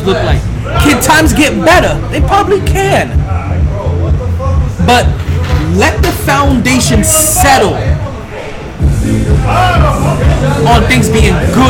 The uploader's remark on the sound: Live From Sharkey's where LADIES DRINK FREE